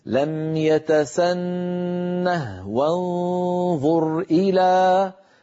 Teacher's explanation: هذه الهاء، هاء السكت، تستعملها العرب، أغلب العرب، في حال الوقف، فإذا وصلوا حذفوها، لكنها في المصحف الشريف ثابتة في الخط. فحفص روى لنا هذه الكلمة ساكنة الهاء وقفا ووصلا، يعني في الوقف أقول لم يتسنه، وإن وصلت أقول لم يتسنه وانظر إلى، فأسكنها أيضا في حالة الوصل، أعود فأقول اسمها هاء السكت.